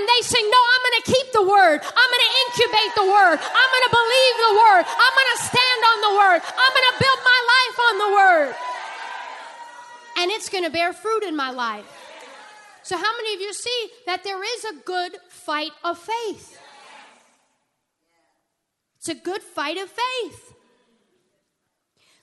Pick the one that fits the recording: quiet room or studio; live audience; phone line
live audience